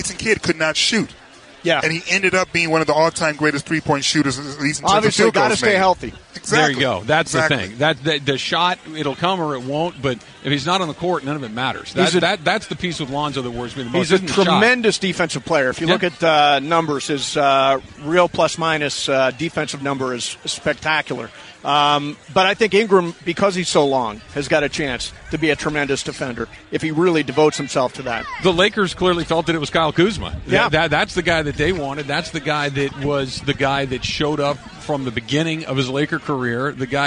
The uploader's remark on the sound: Live From The Red Carpet!